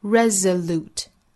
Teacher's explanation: 要注意这里面的字母 s 读成相对的浊音 z